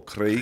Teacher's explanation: The Scots roll the R's.